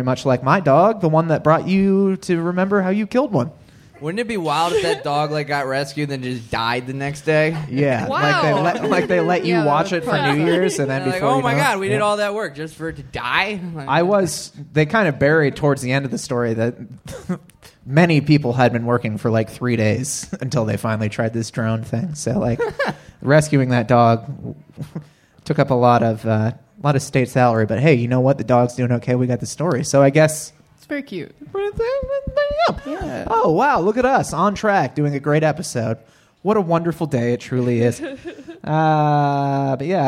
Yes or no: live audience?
yes